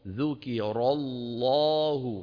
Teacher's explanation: كنتم مؤمنين، إنما المؤمنون الذين إذا ذكر الله، شايفين ذكر الله، الراء مفخمة، اللام مشددة مفخمة، الألف مفخمة